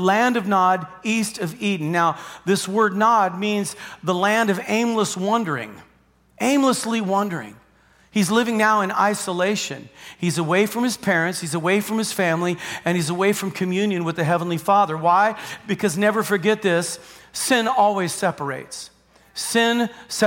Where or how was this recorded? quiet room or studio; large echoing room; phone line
large echoing room